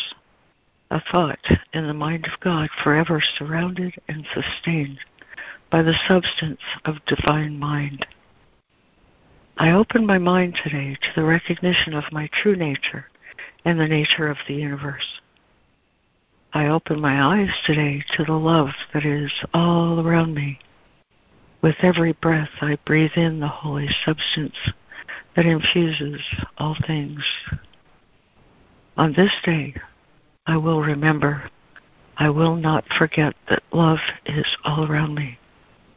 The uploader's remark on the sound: ACIM Daily Conference Call.